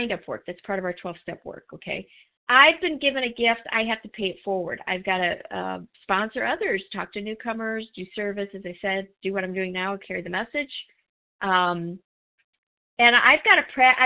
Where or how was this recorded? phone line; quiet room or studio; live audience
phone line